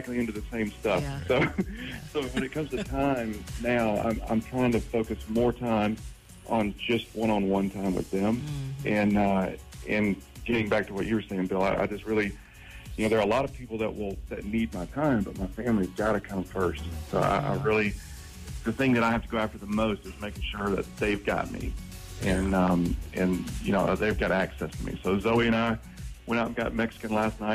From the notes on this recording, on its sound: The Bridge Morning Show. By phone.